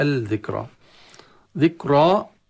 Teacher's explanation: الذكرى، اللام مدغمة في الذال يصلها الذكرى، ذكرى تفخيم الراء مع الألف التي بعدها، والكاف ساكنة، فبعض البعض يخطأ في الكاف يقرأ الذكرى، ذكرى يعني نبرة في الكاف أشبه بقلقلة.